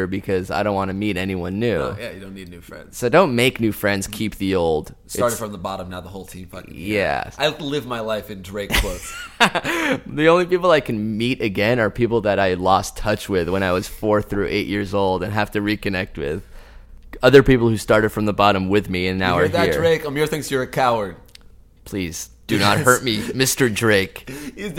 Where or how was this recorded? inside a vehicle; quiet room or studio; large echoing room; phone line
quiet room or studio